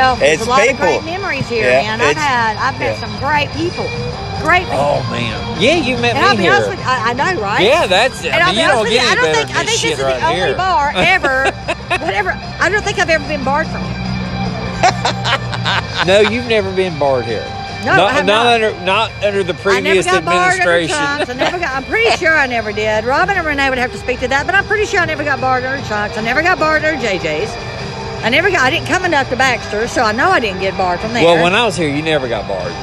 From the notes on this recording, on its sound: Saints & Sinners Opening …. Live And In Your Face! It’s JBTC live and on location.